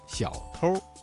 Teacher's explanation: 小偷一词的偷加了一个卷舌音日，发生了语流音变，形成了儿化音